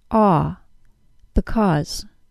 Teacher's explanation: If I want to give it extra emphasis, though, I can. To stress because, the second syllable is pronounced with the AW sound.